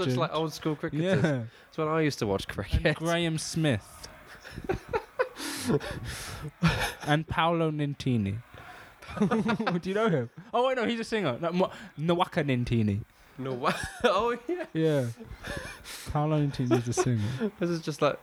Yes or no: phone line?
no